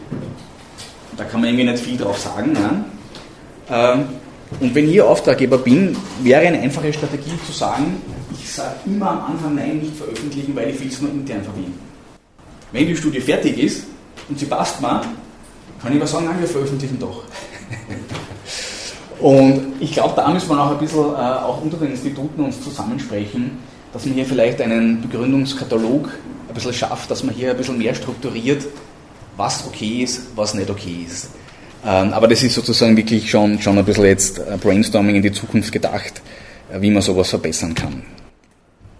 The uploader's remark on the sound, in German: In dieser Folge präsentieren wir die gemeinsame Session der Vorstände von DeGEval und fteval. Die Inhalte dieser Session wurden im Rahmen der DeGEval Jahrestagung 14-16 September 2022 in Linz aufgezeichnet.